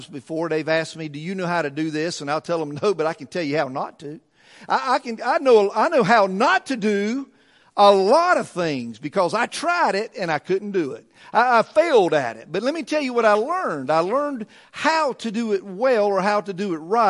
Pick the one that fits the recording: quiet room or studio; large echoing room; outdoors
large echoing room